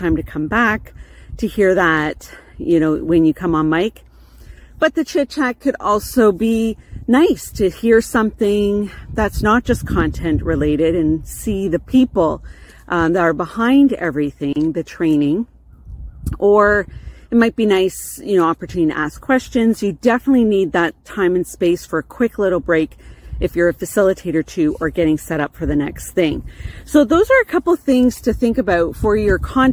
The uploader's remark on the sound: I walk and talk, outside while taking a break from my desk.